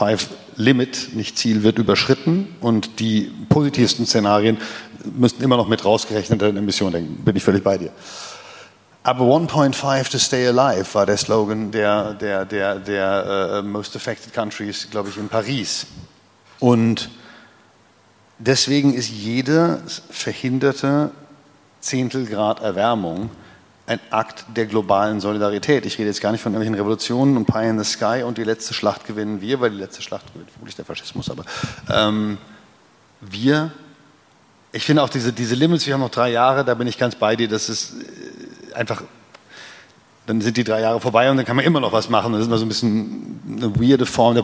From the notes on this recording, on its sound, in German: Das Gespräch wurde im Rahmen der Reihe „Bündnisse Bilden“ am Berliner Ensemble aufgezeichnet.